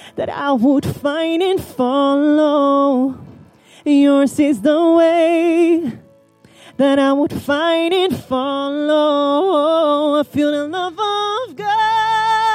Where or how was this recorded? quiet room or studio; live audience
live audience